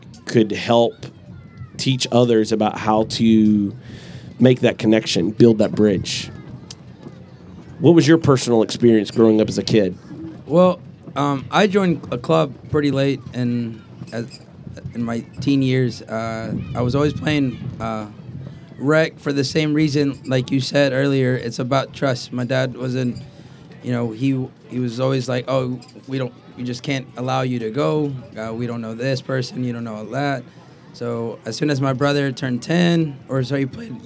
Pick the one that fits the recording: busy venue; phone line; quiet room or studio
busy venue